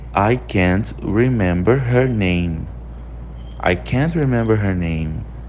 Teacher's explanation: Você percebe que o her name é quase um som único.